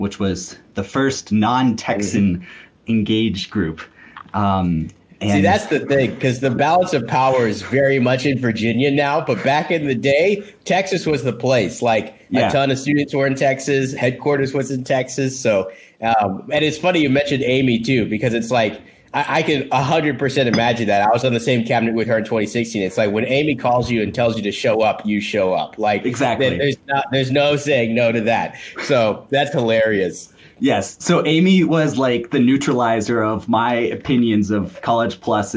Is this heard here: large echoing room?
no